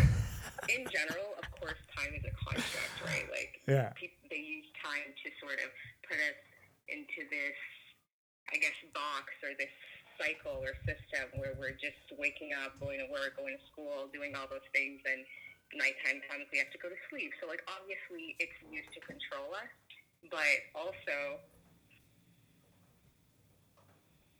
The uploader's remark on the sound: We practice social distancing by having an in-depth phone conversation with one of the newest members of our club.